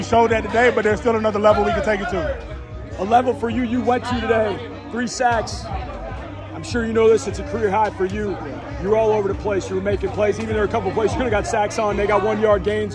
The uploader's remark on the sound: Audio from the locker room.